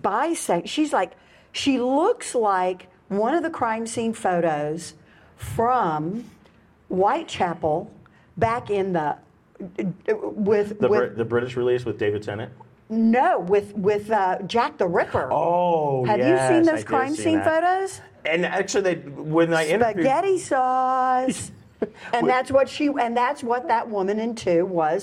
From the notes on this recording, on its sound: panel from the Colorado Festival of Horror